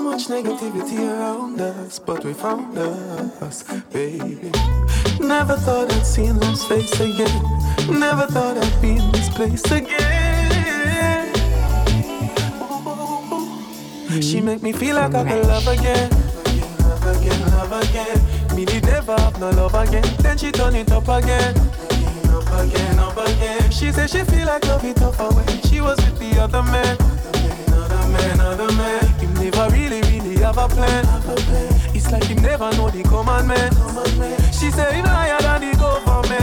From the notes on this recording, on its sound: Originally broadcast live on April 3, 2017 from the storefront of The Late Late Bar on Houston Street in New York City